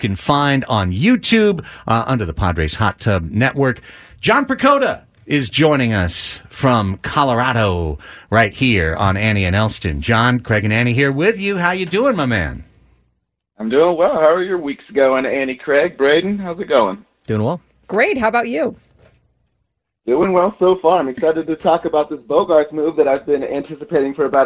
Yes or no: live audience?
no